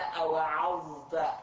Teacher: ذكر الظاء وهو حرف مجهور ومستعل مطبق، فإن التقى بالتاء بين وأعطي حقه من الإطباق والاستعلاء، وذلك في قوله تعالى أوعظت.